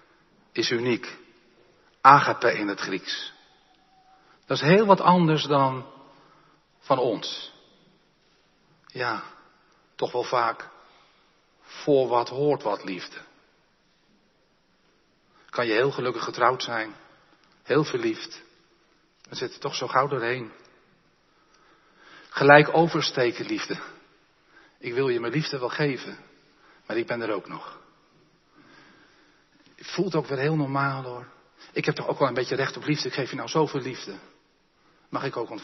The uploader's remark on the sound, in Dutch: De preek is op 8 mei opgenomen in de Jeruzalemkerk te Groningen